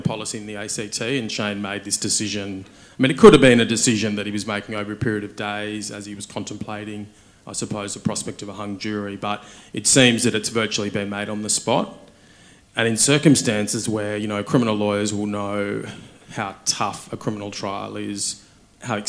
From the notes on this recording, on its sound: Welcome to a special "recorded live" episode of the wigs! The Wigs were invited to attend and live record an episode at the Australian Criminal Law Congress 2023 in Byron Bay. To live record the episode before an audience of lawyers from across Australia.